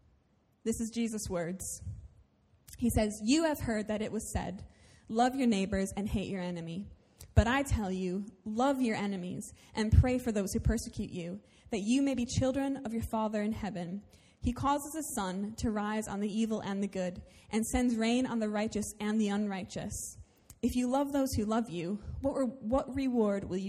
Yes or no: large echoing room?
yes